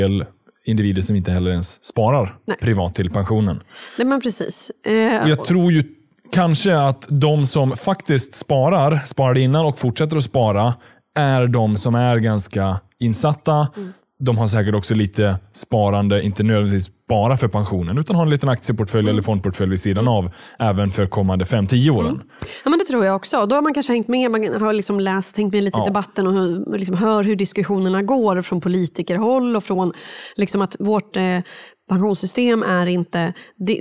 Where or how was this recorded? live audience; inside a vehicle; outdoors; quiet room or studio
quiet room or studio